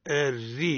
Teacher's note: را مرققة لأنها متحركة بالكسر